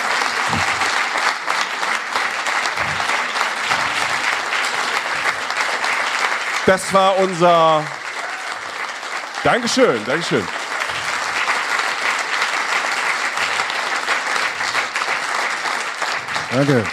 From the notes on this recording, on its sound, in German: Live aufgenommen auf unserer „Reisen Reisen – Der Podcast“-Tour in Berlin. Live aus Berlin!